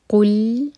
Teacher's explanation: قاف دمہ کے لیے ہوٹ گول، اور جب لام پر پہنچیں تو ہوٹ گول نہ رہیں، فلیٹ ہو جائیں